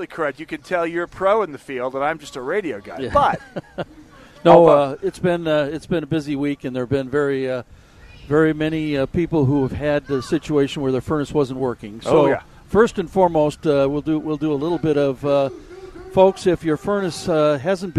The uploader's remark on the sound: Live on Medicine Lake.